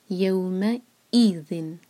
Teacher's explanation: یو میں ای حمزہ کا جو ساؤنڈ ہے کٹ آف ساؤنڈ